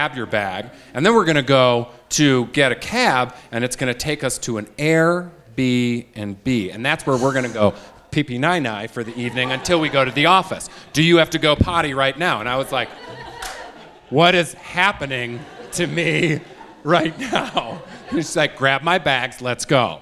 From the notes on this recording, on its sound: In April, we recorded a live show at the 5Point Adventure Film Festival in Carbondale, Colorado.